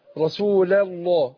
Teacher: يبقى نرقق اللام الأولانية وفخم اللام إيه لام لفظ الجلال